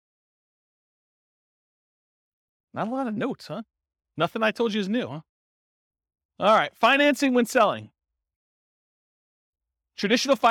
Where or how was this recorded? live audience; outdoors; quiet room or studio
live audience